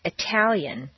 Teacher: The tal of Italian is at the top of the staircase and is strong, Italian.